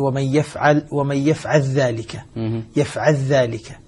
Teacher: فاللام أدغمت في الذال